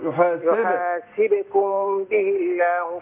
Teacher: يحاسب الباء ساكنة مقلقلة